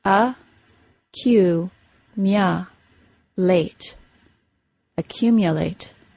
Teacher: The important thing here is that the long U sound, which is pronounced as U when it is stressed, is pronounced as ya when it is unstressed. So if I break the word accumulate into its individual syllables, it is pronounced accumulate, accumulate.